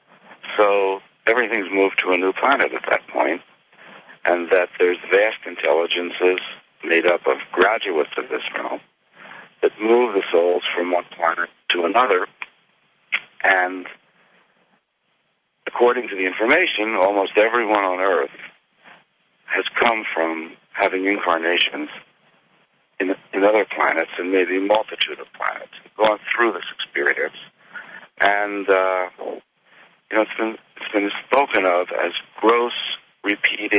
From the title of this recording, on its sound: Conference Call LIVE, February 28, 2022